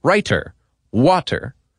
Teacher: In American English, we often pronounce the T in words like writer or water as D's. Transatlantic speakers will hit that T like it stole something · Term: clipped, sharp T's